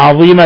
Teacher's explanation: الوقف على تنوين الفتح من عظيما بإبدالها ألفا تمد مقدار حركتين ألفا، وهذه الألف تسمى مد عوض عوضا عن تنوين الفتح.